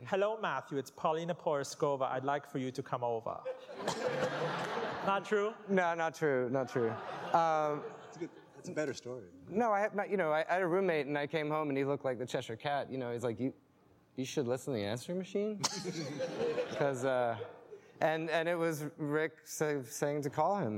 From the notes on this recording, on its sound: Recorded for a live audience at The National in Richmond.